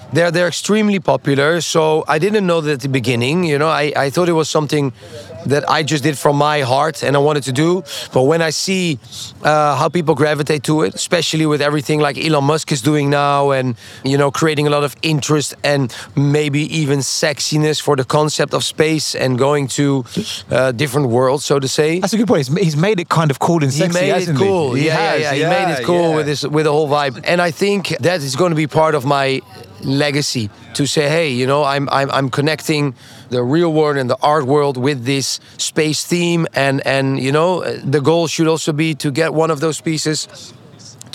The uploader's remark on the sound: on location at this year's Art Miami